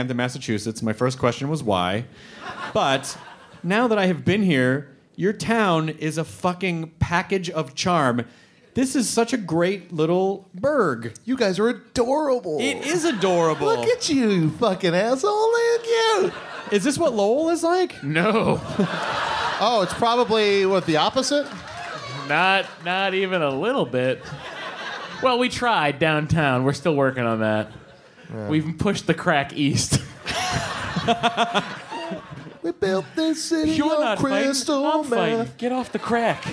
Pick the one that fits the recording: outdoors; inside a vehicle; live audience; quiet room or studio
live audience